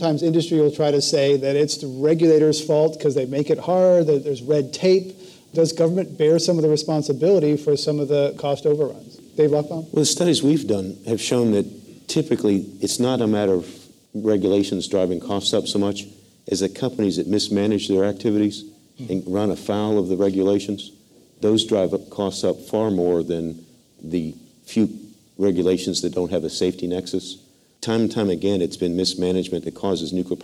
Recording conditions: live audience